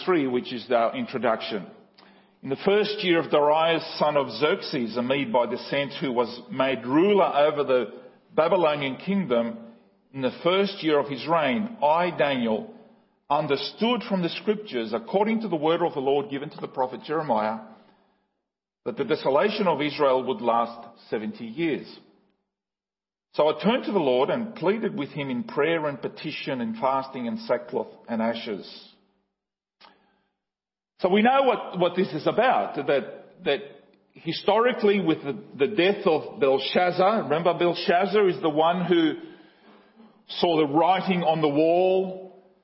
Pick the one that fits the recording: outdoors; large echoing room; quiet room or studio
large echoing room